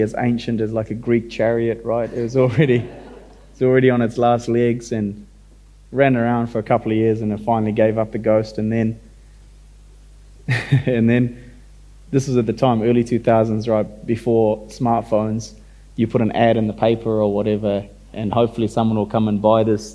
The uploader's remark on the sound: the opening event of the 2022 Marlborough Book Festival